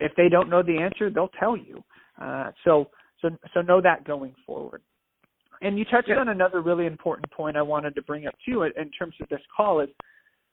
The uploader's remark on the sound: Phone Audio. It is our intention to hold podcast recordings in-person with professional equipment when it is safe to do so, but in an effort to begin sharing our messages in these trying times, we are temporarily utilizing phone-call recordings.